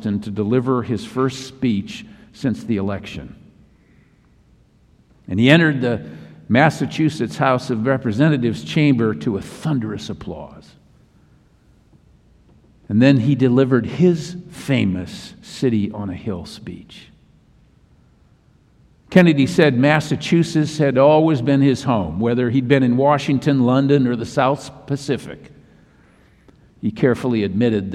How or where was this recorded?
large echoing room